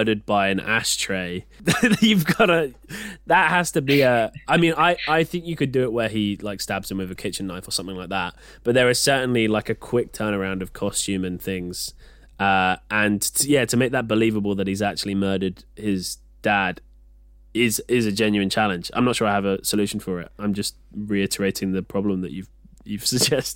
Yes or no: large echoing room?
no